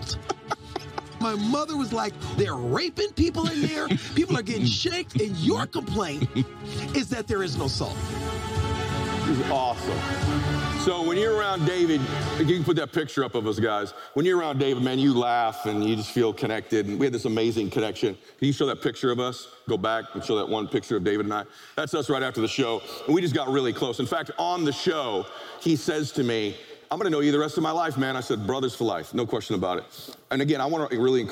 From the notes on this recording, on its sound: Keller Williams Keynote Speech. Family Reunion 2023.